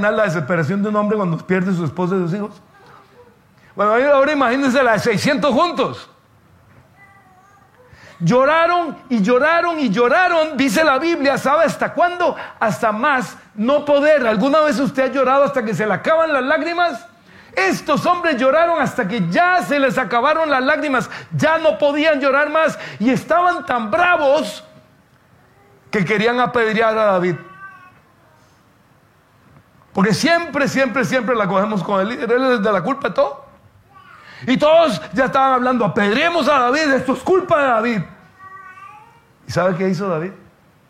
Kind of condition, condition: setting, large echoing room